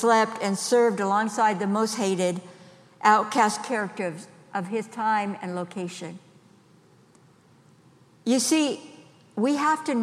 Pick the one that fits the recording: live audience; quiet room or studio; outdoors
live audience